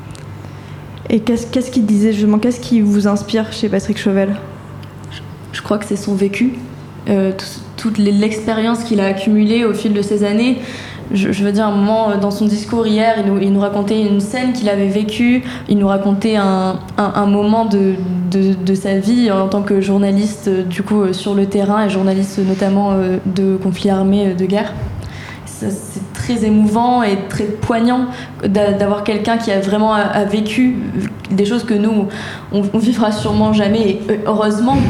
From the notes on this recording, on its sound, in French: La Méridienne en direct du Prix Liberté.